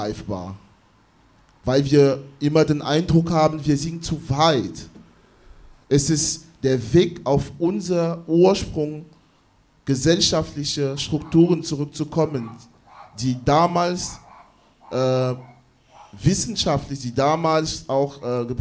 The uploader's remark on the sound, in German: Buchvorstellung und Gespräch. Mitschnitt der Veranstaltung vom 18. In leicht gekürzter Form.